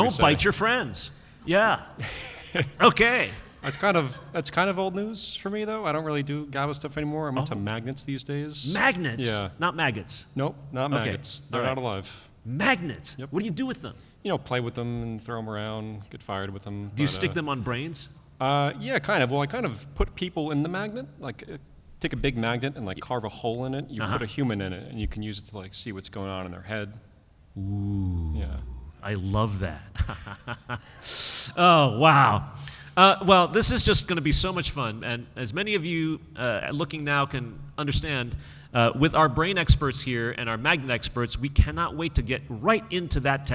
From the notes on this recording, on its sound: To the stage for our first-ever appearance at the Boston Fan Expo. This panel took place during the 2023 writers strike.